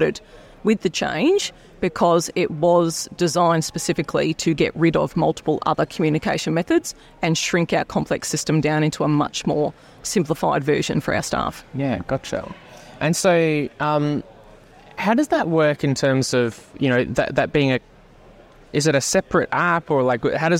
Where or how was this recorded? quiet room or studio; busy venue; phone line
busy venue